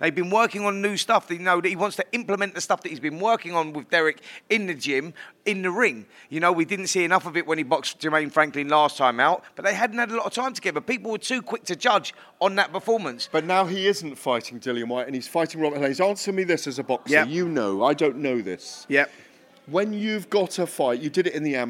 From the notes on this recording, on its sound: press conference at the Pan Pacific Hotel in East London